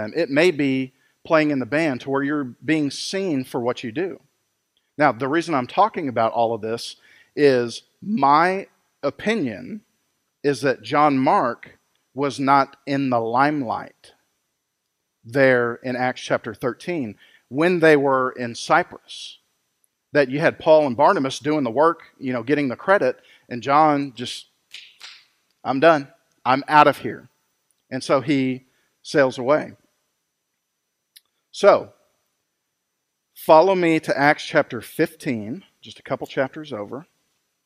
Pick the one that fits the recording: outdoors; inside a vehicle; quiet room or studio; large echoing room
large echoing room